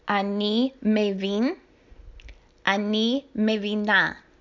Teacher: Pay attention to the stress on the last syllable.